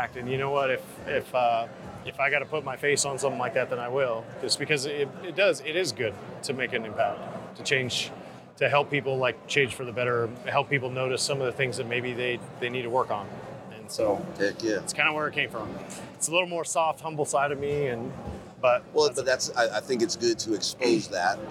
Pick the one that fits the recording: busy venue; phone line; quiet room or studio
busy venue